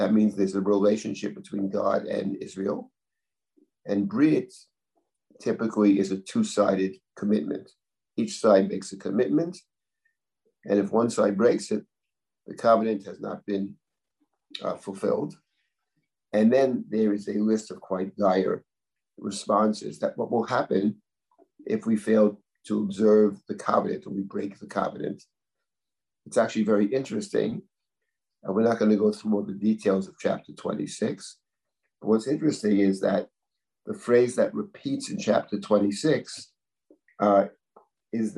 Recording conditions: video call